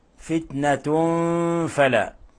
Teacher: تنوين ضم جاء بعده حرف الفاء، الحكم التجويدي إخفاء حقيقي، إخفاء حقيقي، لأن الفاء من حروف الإخفاء الحقيقي.